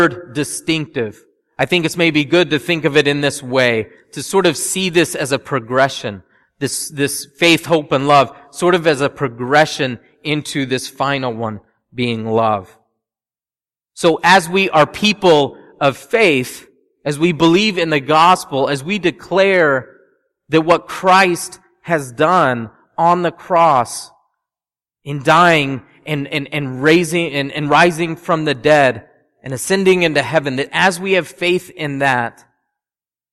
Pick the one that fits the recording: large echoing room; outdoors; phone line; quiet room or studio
large echoing room